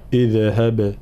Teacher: قلقلت الباء وعدم قلقلت الذال.